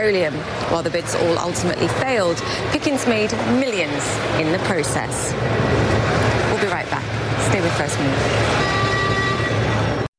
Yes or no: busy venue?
yes